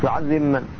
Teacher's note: وكذلك تدغم الباء في الميم في كلمة واحدة وهي يعذب من يشاء